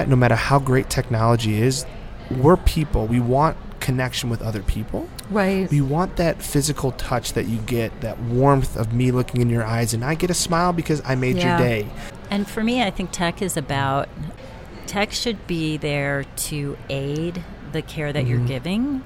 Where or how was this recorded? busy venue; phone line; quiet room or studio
busy venue